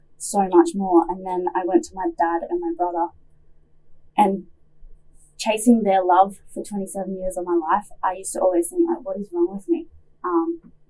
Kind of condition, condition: fault, poor sound quality